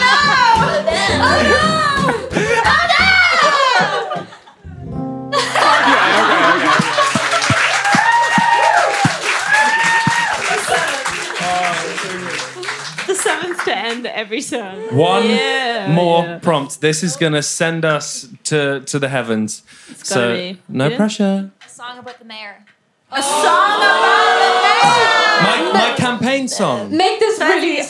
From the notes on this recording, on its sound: Live from album listening party. We threw an album listening party and recorded this episode live in London. Take some questions from the crowd.